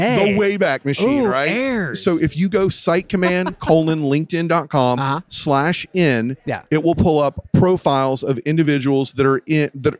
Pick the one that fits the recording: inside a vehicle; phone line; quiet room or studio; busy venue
busy venue